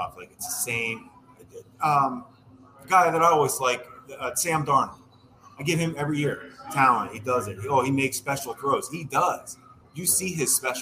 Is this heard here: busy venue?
yes